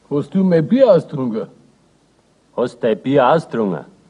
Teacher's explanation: das U fällt weg und es verbleibt nur das D. Nur wird dieses D fast immer unhörbar, weil die Situation des Satzes es mit sich bringt, dass ein Verbum vorausgeht mit T oder D als letzten Konsonanten.